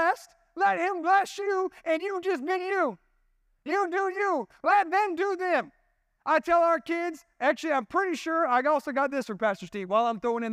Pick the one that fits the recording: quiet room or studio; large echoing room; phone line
large echoing room